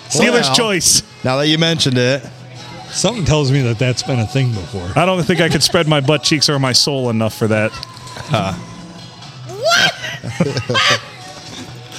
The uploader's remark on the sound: Recorded at the Rustic Tavern on Sunday Funday.